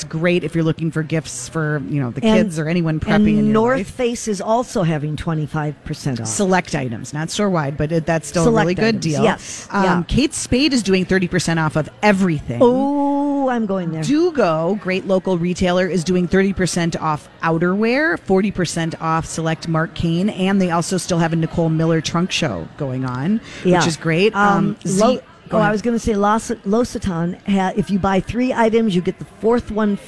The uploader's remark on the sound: Broadcast Live at the Galleria for Small Business Saturday!